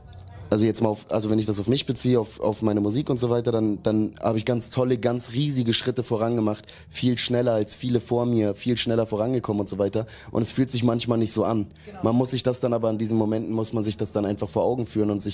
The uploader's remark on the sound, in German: Auf dem Tapefabrikfestival.